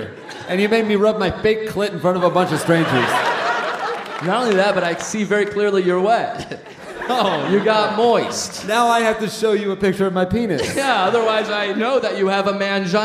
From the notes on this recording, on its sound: Recorded live at Duke University.